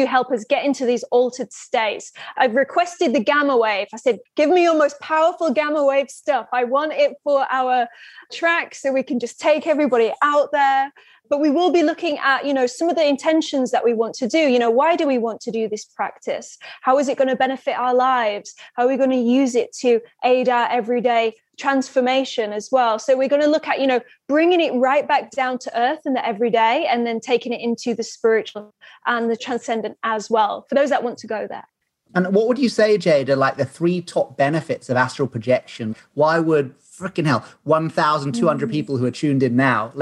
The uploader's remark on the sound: On this live call. Live bonus Q&A session.